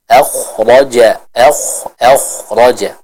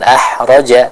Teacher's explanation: lalu pada huruf kho dijelaskan pengucapannya dari tenggorokan bagian atas. · Shown in: first take